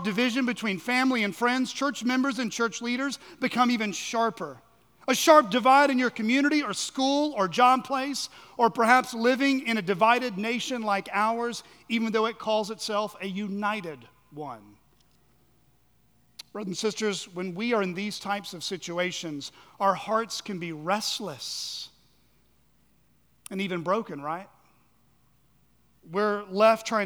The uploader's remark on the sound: at Chaffee Crossing Baptist Church in Barling, AR.